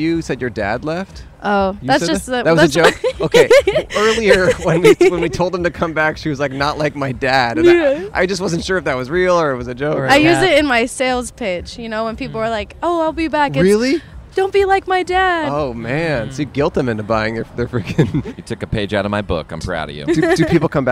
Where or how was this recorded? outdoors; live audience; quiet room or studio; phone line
outdoors